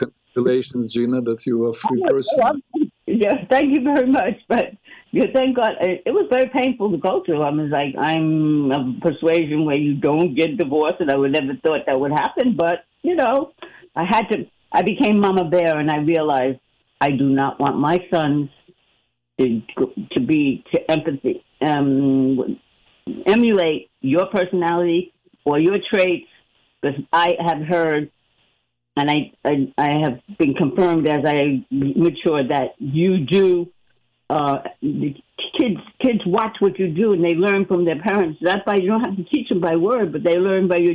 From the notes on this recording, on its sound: He also answers a phone call from a listener